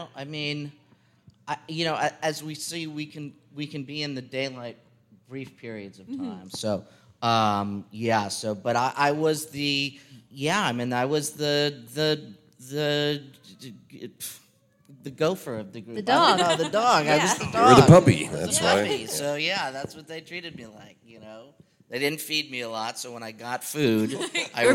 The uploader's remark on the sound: Are coming at you live from Panic Fest 2023 for the World Premiere of Bury The Bride. On stage. This is a full-spoiler interview in front of a raucous crowd that just watched the movie.